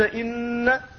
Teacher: نعم، إن فأصلها إن ن، فاجتمعت لديك نون ساكنة ونون متحركة فأدخلت النون الساكنة في النون المتحركة فقلت إن، فكان النطق شديدا، وهذا الذي يسمى بالتشديد.